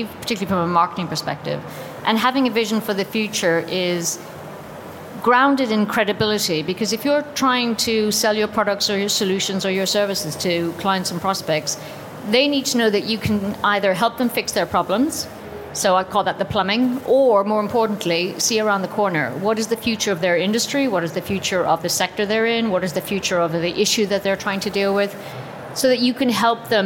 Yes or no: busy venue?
yes